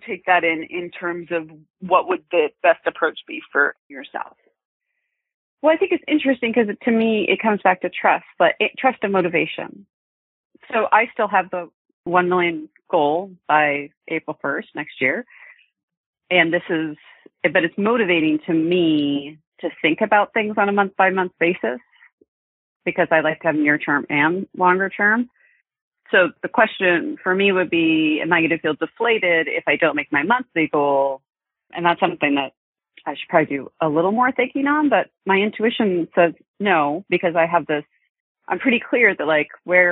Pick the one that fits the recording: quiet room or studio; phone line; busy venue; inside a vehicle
phone line